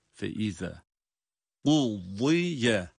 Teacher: Burada feiza zal harfi. Peltek ama ince okunuyor tabii ki.